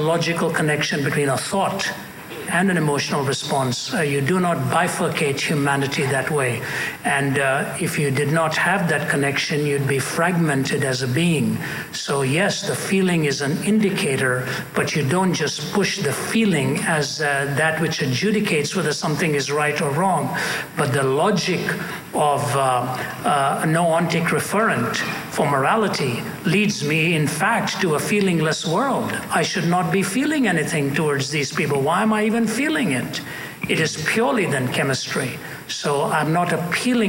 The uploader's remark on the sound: at a Q&A session at Columbia University